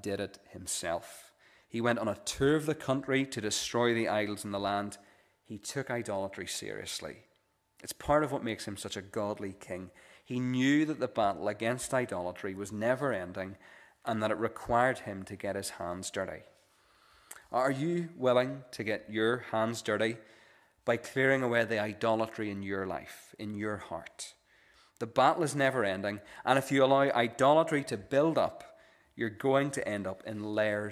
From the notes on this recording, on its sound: This is the recording of the Bible reading and sermon from our evening service on Sunday 20th August 2023